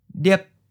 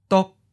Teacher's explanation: As a high stop, it starts in the high part of your voice and then abruptly stops